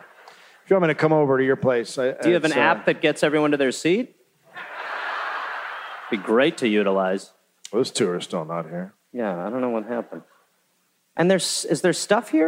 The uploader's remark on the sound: live in Detroit